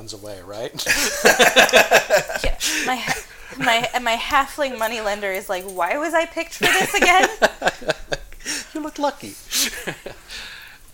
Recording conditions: sounds in the background